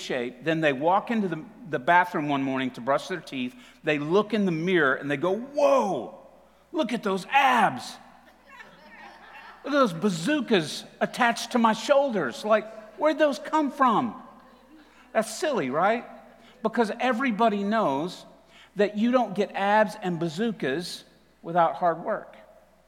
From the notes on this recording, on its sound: TR campus. Recorded live at The Fellowship at Two Rivers on September 19, 2021.